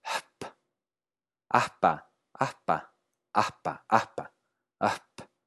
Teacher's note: ¿y si más bien la aspiración viene antes de la p? Pues claro, entonces tienes una p preaspirada.